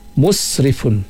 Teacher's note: pada huruf sin kita keluarkan sofir dia sin